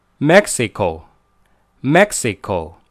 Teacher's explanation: 重音也是三个音节，重音在第一个